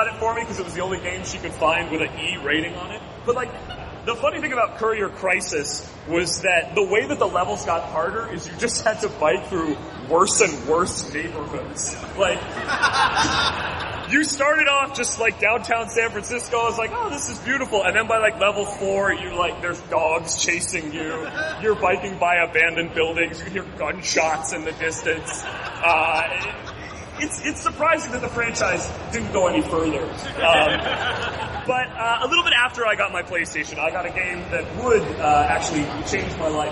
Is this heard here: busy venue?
yes